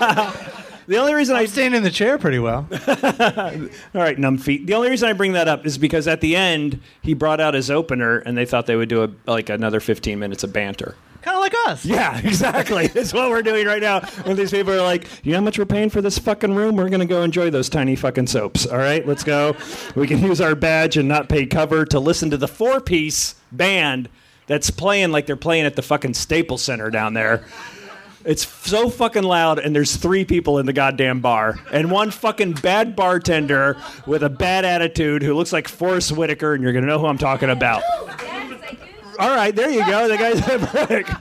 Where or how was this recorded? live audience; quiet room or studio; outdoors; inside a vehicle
live audience